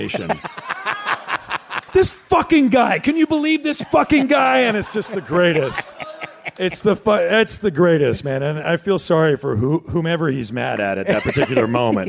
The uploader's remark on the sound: Live from The Bell House in Brooklyn